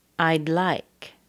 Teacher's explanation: The D and the L connect together.